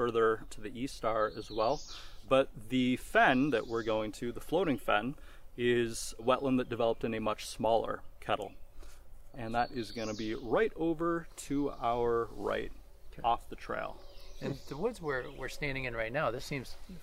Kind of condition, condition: setting, outdoors